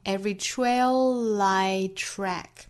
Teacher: Trail 这个词包含双元音 A 后面带舌侧音